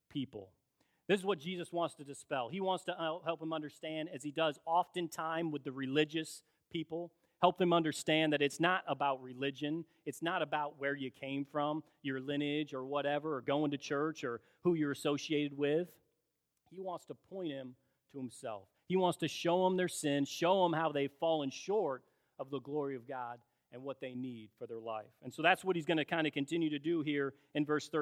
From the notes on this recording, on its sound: In a special Cornerstone service held at Olivet Church, both congregations celebrated our ministry together.